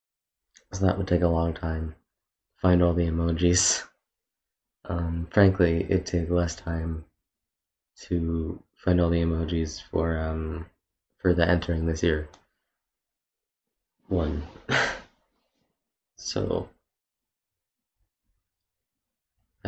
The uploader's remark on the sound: I tried my best to make the audio as good as I could get it.